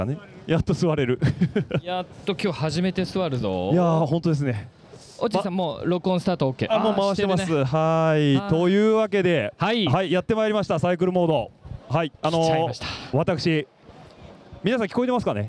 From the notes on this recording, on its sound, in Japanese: サイクルモード会場内での公開トーク＆収録。本番一発勝負、編集なしっていうのが公開収録の鉄則。大勢の来場者の前で台本なしのトークショー。東京ビッグサイト サイクルモード東京2023 Bicycle Clubブース前での公開収録、後半は自宅スタジオ。